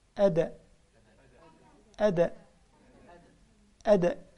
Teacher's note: الدال عليها سكون يعني مقلقلة، والقلقلة ذبذبة الحرف